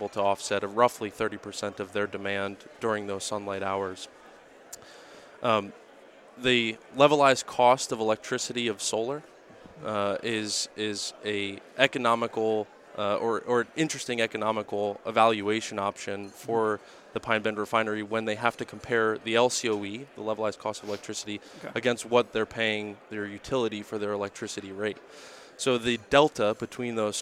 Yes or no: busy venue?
yes